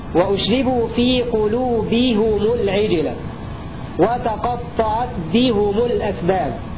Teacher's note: حمزة والكساء حالة الوصل يضمان الهاء والميم معا